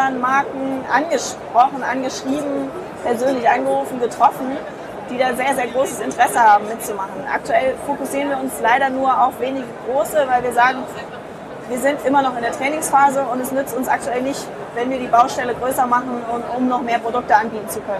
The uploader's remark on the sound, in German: Interview im Rahmen der DMEXCO 2016. Leider ist der Sound wieder etwas mau, wg. Der Hintergrundgeräusche bei der DMEXCO.